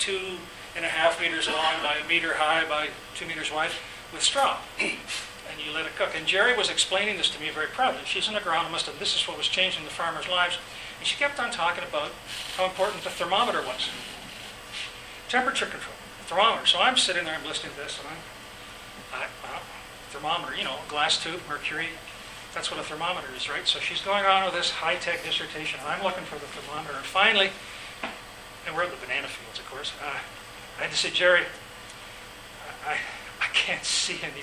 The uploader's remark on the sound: This podcast was recorded during CUSO-VSO's 50th Anniversary in Victoria, BC.